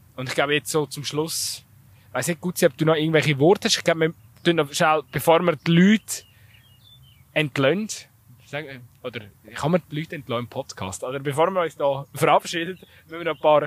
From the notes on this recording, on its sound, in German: live vom Fussballplatz in Altstetten